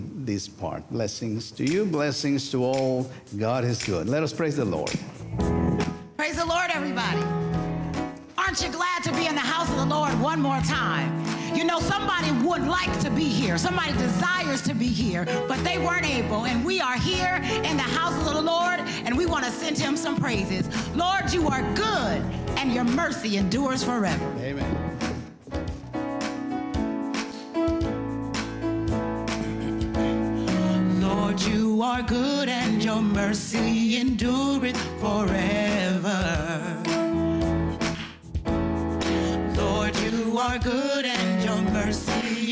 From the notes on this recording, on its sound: Sunday worship service of First United Methodist Church of Pacoima, recorded live on July 30, 2023. We are located at 12550 Van Nuys Blvd.